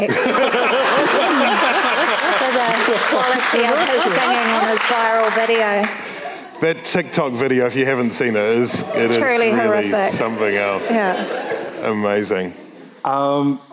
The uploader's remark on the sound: Live from Word Christchurch